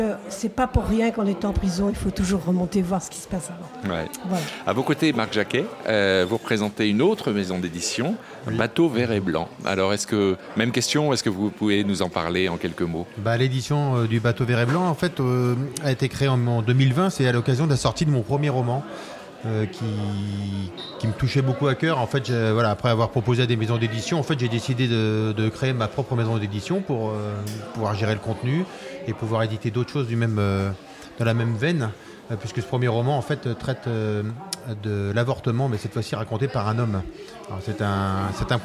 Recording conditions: busy venue